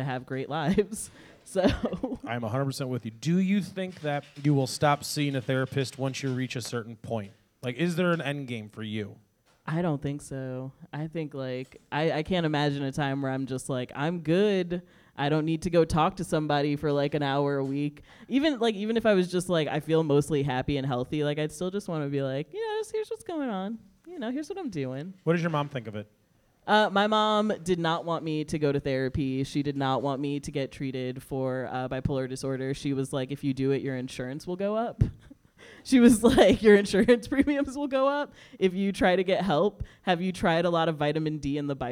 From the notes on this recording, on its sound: Live at The Whistler